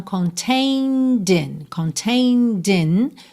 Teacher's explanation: Do N você já vai pro D. E aqui, no caso, você vai usar o D para ligar no in. Então, contained in.